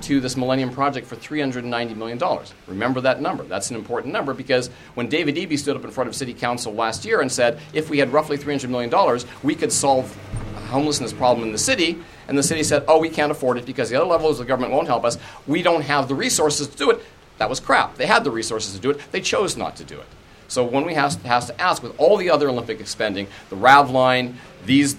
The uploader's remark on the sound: Recording of the Olympic Resistance Network press conference. At the Anti-Poverty Committee office on Coast Salish land (know colloquially as Vancouver) downtown eastside neighbourhood.